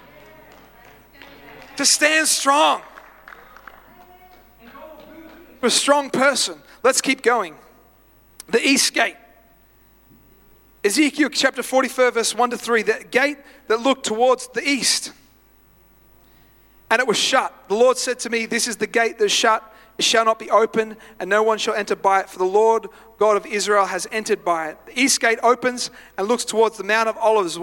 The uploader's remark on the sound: live at Freshwater Church on Sunday the 15th of October, 2023